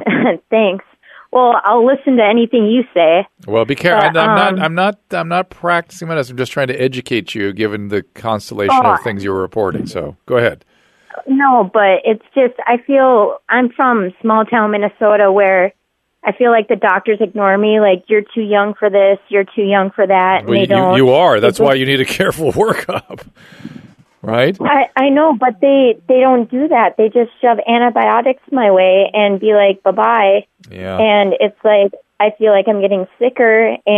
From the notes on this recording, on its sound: Goes one on one with the loyal listeners by answering phone calls.